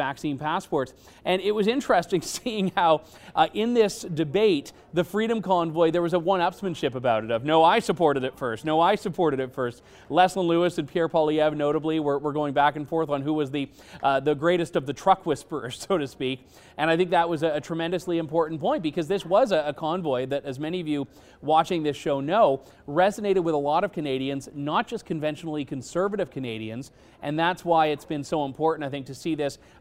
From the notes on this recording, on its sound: Coming to you from the Canada Strong and Free Conference in Ottawa!